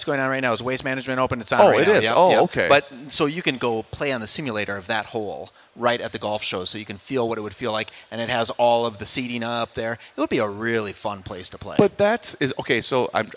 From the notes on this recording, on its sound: live at the 2024 MN Golf Show